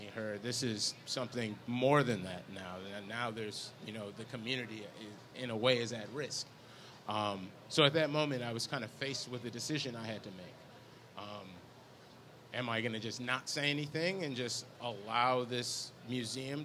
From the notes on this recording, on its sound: LIVE from the FINAL Wizard World Chicago